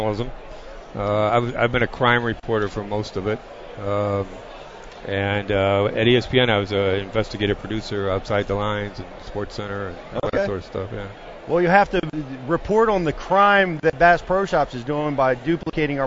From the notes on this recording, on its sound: Live from the 2018 Bassmaster Classic. Recorded at the Geico Bassmaster Classic.